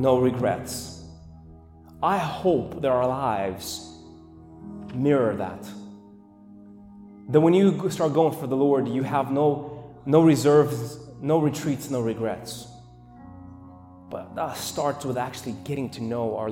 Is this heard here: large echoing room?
yes